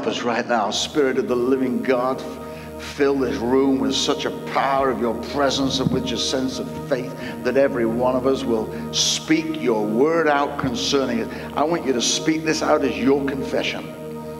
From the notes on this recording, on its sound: Recorded at Destiny Church, UK, WF1 4AF